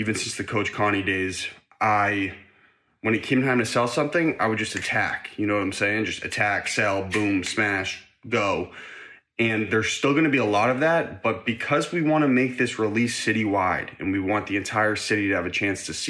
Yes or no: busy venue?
no